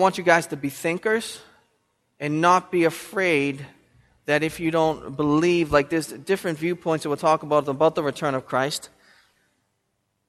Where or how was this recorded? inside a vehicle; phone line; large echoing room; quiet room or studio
large echoing room